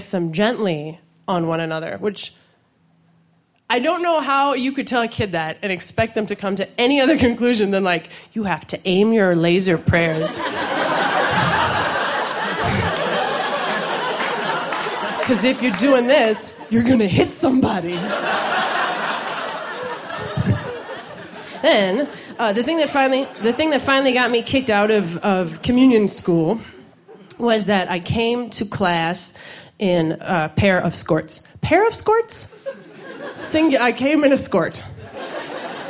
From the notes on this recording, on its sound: These stories were recorded live at Buntport Theater. As part of a special collaboration with Pivot TV and Rooftop Comedy.